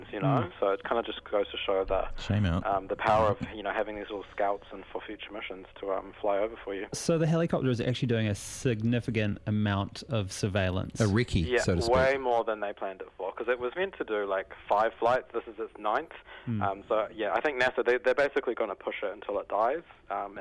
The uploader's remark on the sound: phones in to chat